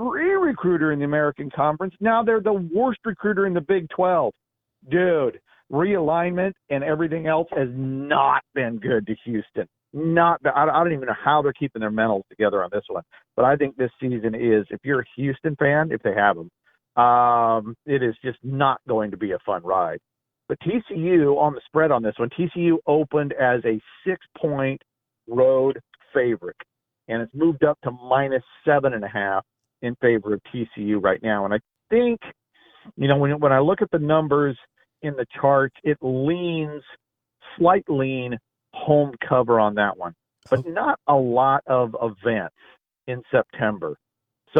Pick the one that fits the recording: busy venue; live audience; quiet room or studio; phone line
phone line